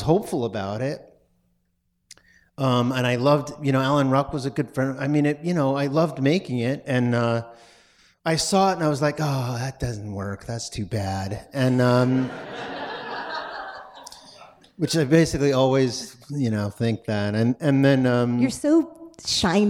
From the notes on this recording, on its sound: Recorded Live. For a live podcast event with proceeds from ticket sales going to The Trevor Project.